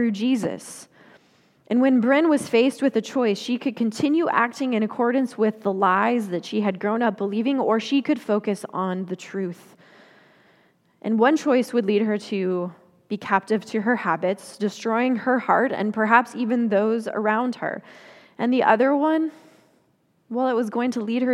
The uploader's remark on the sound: Confirmation Sunday message delivered during the Traditional Worship Service. Confirmation Sunday message delivered during the Traditional Worship Service.